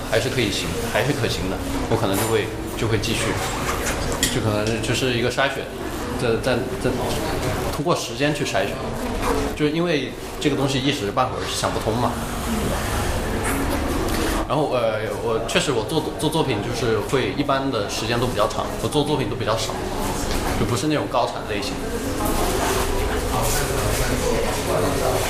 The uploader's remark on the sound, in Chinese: 本期为展览「无限的猴子」开幕聊天的现场录音